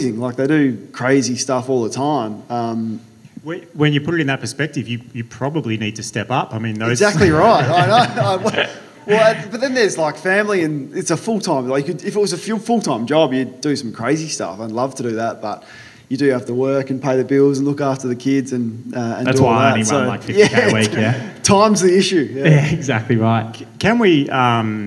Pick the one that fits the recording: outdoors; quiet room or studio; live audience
live audience